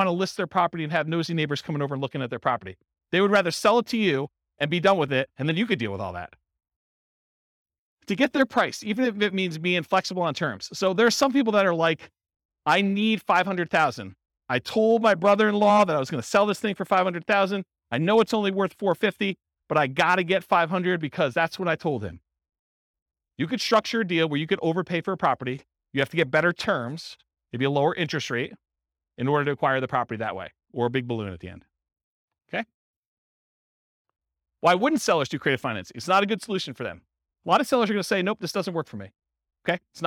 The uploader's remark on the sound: This was a live class recorded